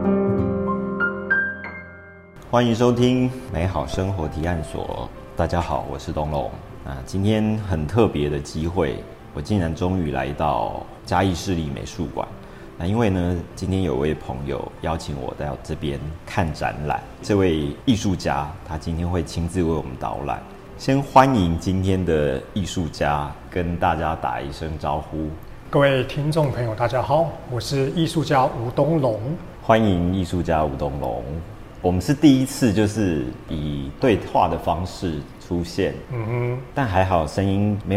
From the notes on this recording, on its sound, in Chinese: 本次的錄音，是到嘉義市立美術館專訪舉辦展覽的藝術家